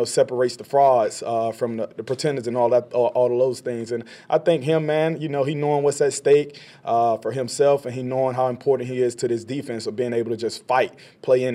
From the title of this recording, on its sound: Postgame Press Conferences